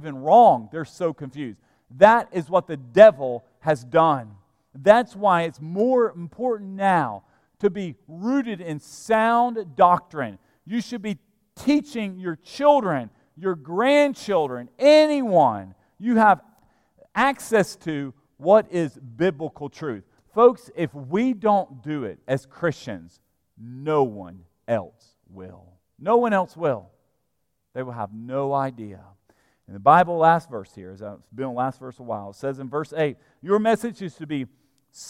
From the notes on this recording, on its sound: at Broadway Baptist Church, Lexington, Kentucky